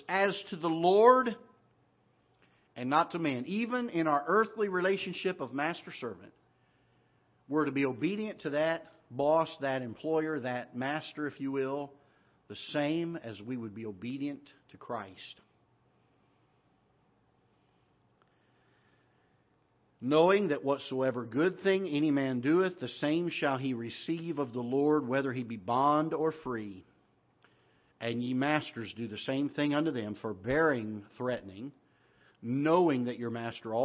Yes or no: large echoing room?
yes